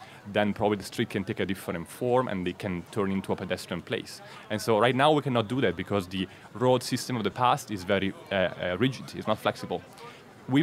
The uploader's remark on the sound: Today we are coming to you live from Salone del Mobile in Milan, brought to you in partnership with our friends at Hyundai. Monocle’s vantage point in Tortona.